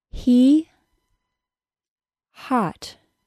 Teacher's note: The H sound is unvoiced in American English, and it has no voiced counterpart. This is unusual, since all of the other English fricatives come in voiced-unvoiced pairs.